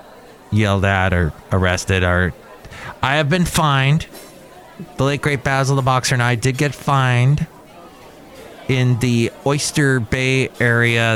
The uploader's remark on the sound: podcasts live from Cafe Anyway